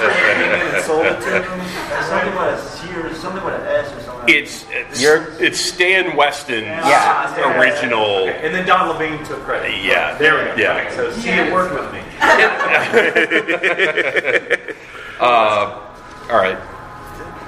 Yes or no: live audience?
yes